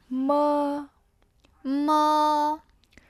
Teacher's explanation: 两片嘴唇闭起来，声音从鼻腔出来